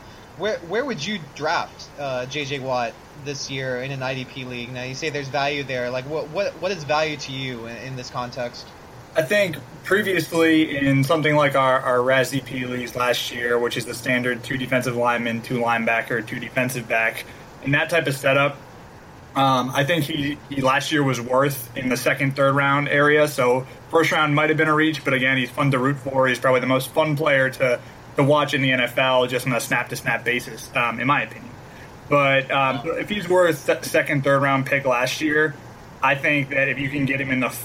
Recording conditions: background noise